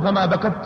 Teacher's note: أو مثل لما الذي قال أجد قطن بكت، وابعدونا عن حروف الهمزة، التاء مثلا فما بكت، لا يمكن نقول فما بكت، هذا يمد ليش للهمسة ليس للتاء، فما بكت ينقطع الصوت هنا، إذا في انقطاع ما يمكن لصوت التاء أن يمتد، بخلاف صوت الصاد مثلا أو السين أو غيرها من هذا أو الشين إلى آخره.